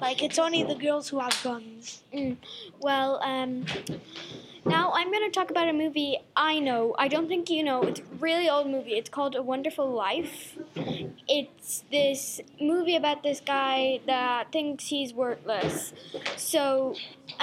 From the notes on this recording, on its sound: Our podcaster workshop comes to you from the Ruaille Buaille festival in Lucan Library Co.Dublin!